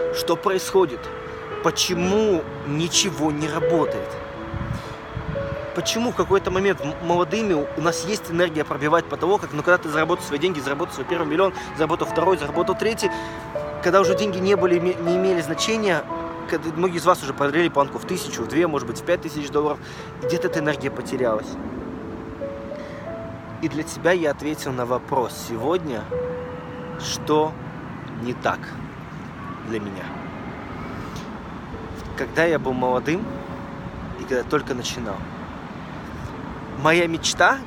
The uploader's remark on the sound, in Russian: Но прямо во время ивента, на 3 день, меня жестко накрыло и я поймал инсайт. Я выбежал из зала в слезах и сел записал это видео прямо на траве.